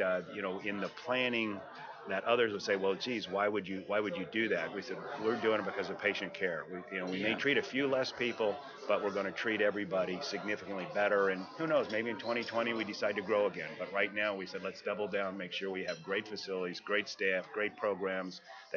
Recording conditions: busy venue